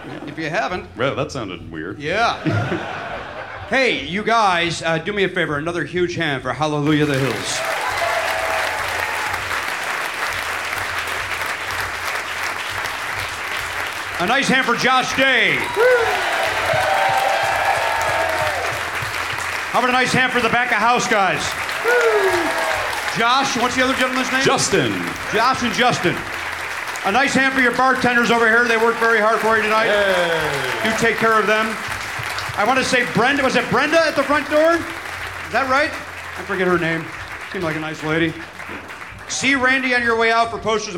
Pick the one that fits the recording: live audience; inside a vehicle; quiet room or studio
live audience